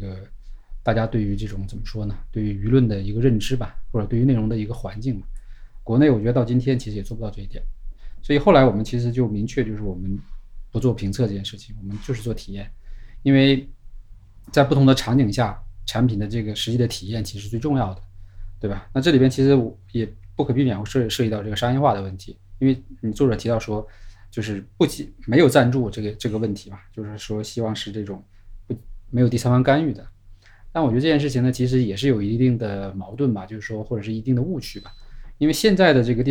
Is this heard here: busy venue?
no